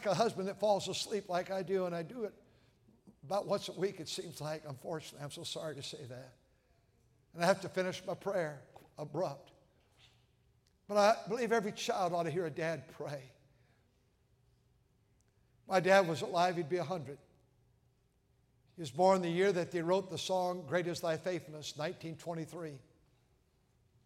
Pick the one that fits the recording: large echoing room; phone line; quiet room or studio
large echoing room